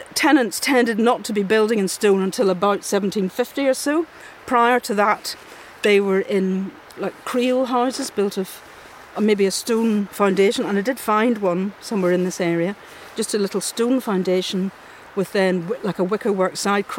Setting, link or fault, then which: setting, outdoors